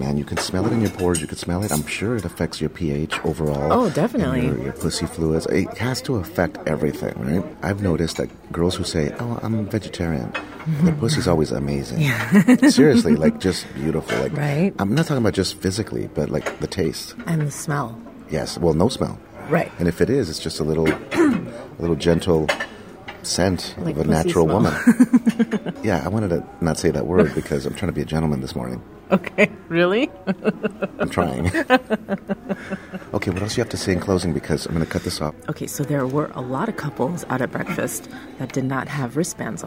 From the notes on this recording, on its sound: Imagine a sexy weekend escape with 800 other horny people. We recorded audio clips of us while at the party and we also give you some studio commentary.